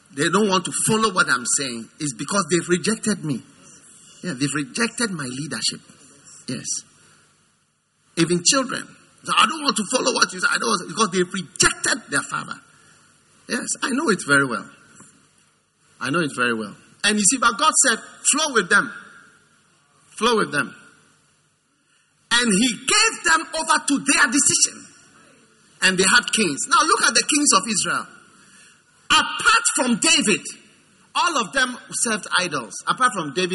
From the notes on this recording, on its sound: Preached at the First Love Church, Accra.